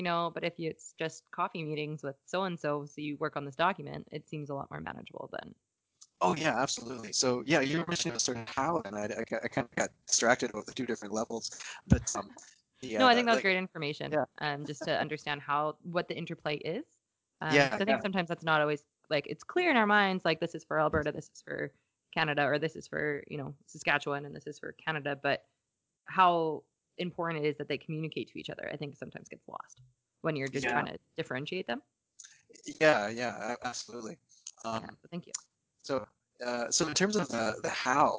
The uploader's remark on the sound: I apologize for the poor sound quality- had some technical difficulties